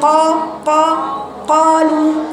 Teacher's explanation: حرف القاف شديد، ما تخرجيش معاه نفس · قا هي قا، من غير ما يخرج منها هواء أو نفس